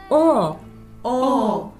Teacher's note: 喉の奥の方から縦に開いて